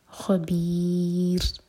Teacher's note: تعملون خبیر، بی چار حرکہ لمبا، مدي عارض للسكون اور را ساکن لائٹ. باریک پڑھیں گے تو زبان کی صرف ٹپ یوز ہوگی